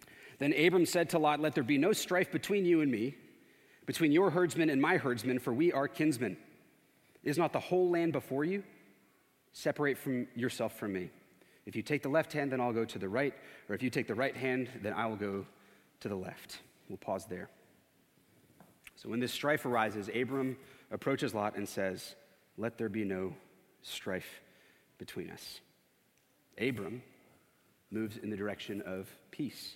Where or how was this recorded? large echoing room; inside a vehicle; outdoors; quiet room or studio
large echoing room